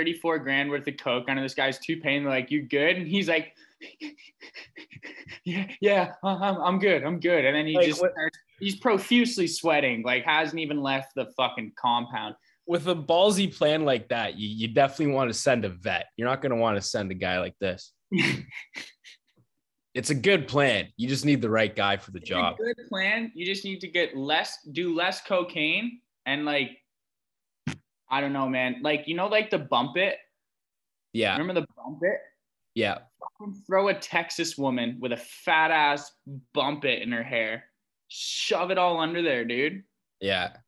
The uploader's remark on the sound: We hate to do it, but we got a zoom call podcast for you guys this week.